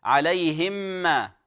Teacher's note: مثلا في قوله تعالى عليهم ما، سيأتي في شريحة تالية، بعض الناس يقرأها بإظهارها، يقرأها عليهم ما، عليهم ما، وهذا خطأ في حركة واحدة. وبعض الناس يدغمها في الميم من غير غنة فيقول عليهم ما، حركة واحدة، عليهم ما، من غير غنة كاملة كما يقال.